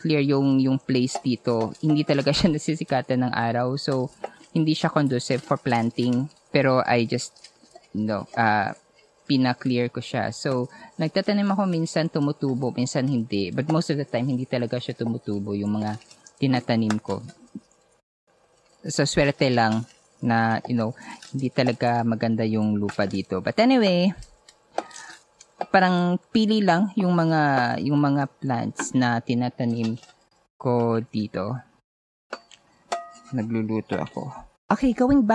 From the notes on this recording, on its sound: When I decided to build a hut at my grandpa’s property a kilometer away from the barrio. Recorded straight from my little house, I share these lessons while preparing my breakfast.